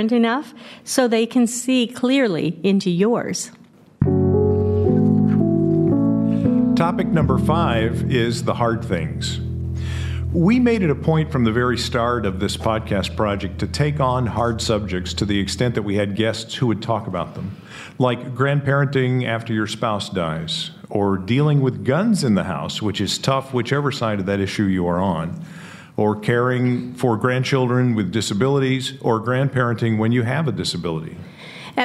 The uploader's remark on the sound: We recorded this one with a live audience in Williamsburg, Virginia. We even hired a stand-up comedian to warm up the audience.